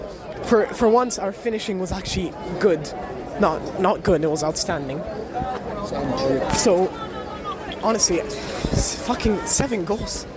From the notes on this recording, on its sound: Hear from the stadium right as the Empoli match final whistle sounded